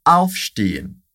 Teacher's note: Ele é, sim, separável. A tônica é no auf.